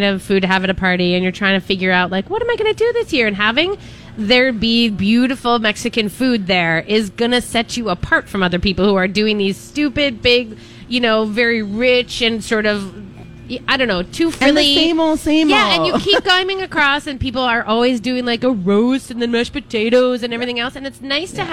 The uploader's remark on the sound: Live Broadcasting at El Burrito for a myTalk Santa Project!